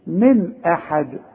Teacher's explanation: نون ساكنة بعدها همزة، الهمزة من حروف الإظهار، ما غنش